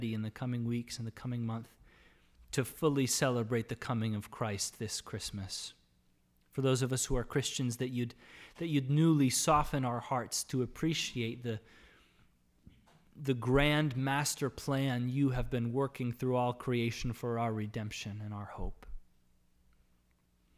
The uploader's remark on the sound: Sermon audio from LBC worship service on Sunday, December 5, 2021.